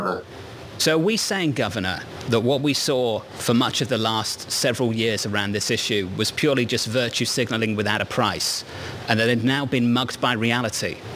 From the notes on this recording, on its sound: live from the Greenwich Economic Forum